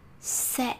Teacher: Hanoi has lost this sound they pronounced this letter as a s.